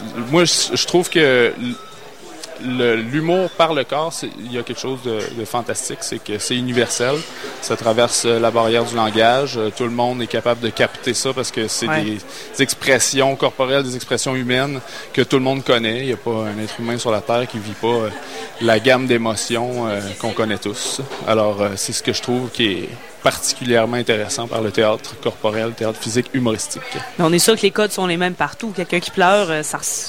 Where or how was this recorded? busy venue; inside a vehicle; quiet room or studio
busy venue